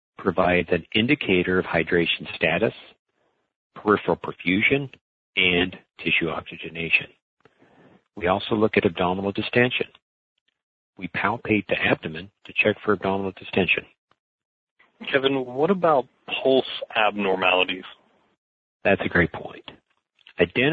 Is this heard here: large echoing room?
no